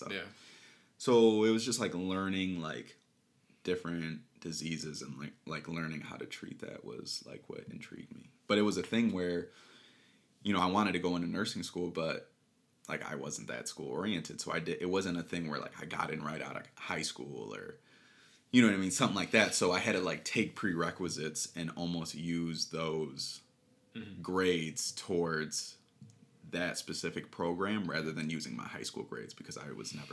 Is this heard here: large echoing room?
no